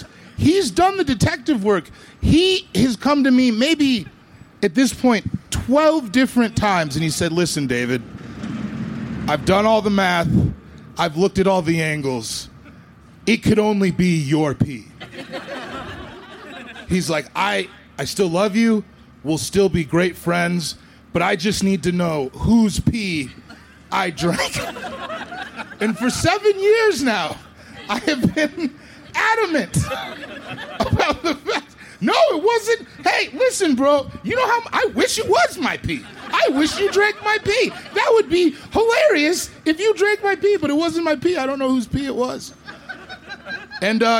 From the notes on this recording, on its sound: This story was recorded live, outdoors at Buntport Theater